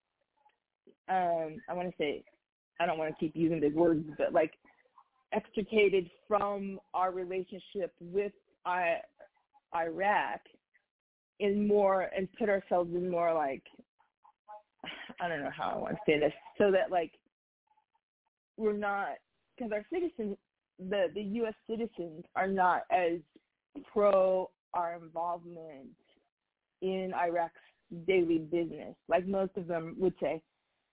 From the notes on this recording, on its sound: TNTSuperfantastic Conference Call